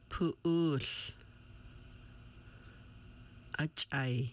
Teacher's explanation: It is done when the throat is made tense and the vocal cords close, closing and opening the lid to the esophagus known as the glottal stop.